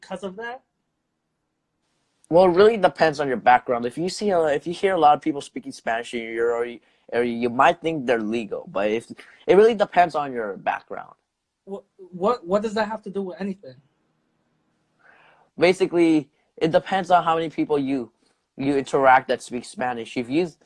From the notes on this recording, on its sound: a debate i had on instagram live